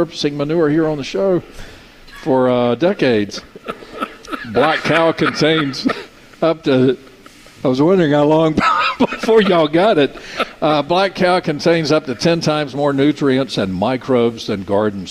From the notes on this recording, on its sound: broadcasting live from Logan's Trading Company